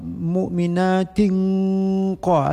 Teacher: mu'minatin qa ada ng-nya berdengung · Term: ikhfa